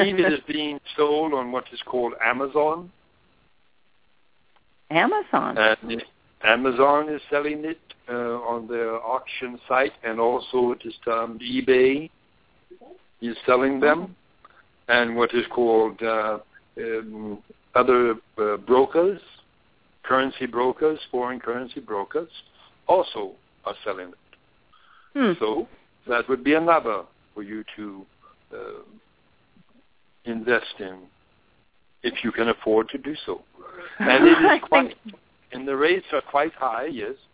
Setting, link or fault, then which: link, phone line